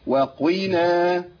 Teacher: بس ما تخلاش كاف يا شيخ، ما تقولش وكينا، ما تنفعش خالص، هي قاف لكنها ضعيفة